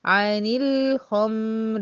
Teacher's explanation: اللام والميم بتوع الخمر الاتنين زمن واحد وهو زمن التوسط، لان هما من لين عمر، يبقى انا لازم اساوي بين الزمان ازمنة الحرفين دول.